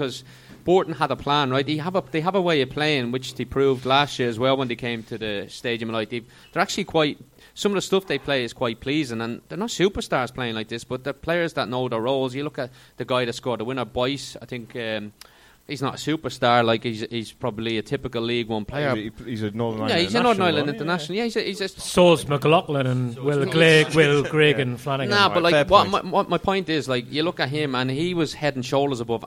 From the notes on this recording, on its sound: Live at Fausto Coffee. For a special live show at Fausto Coffee to celebrate the 500th episode of the WMS podcast.